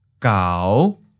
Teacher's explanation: Fifth tone, low rising.